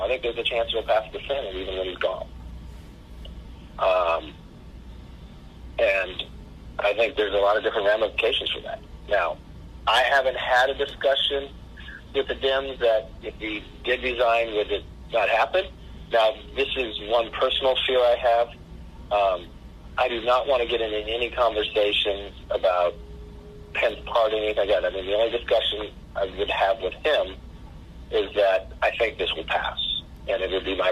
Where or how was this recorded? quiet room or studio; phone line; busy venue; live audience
phone line